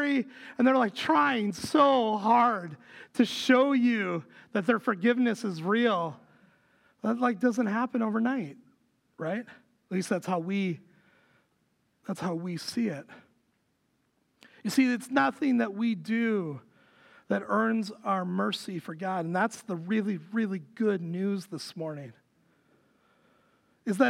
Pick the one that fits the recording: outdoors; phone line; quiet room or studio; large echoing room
large echoing room